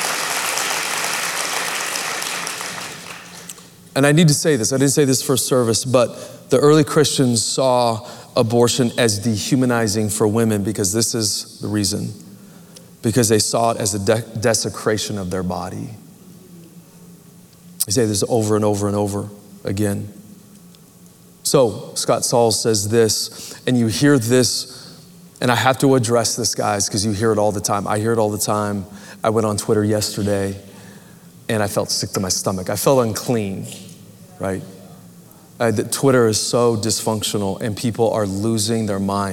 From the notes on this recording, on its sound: Recorded Live at Capital Church in Meridian, Idaho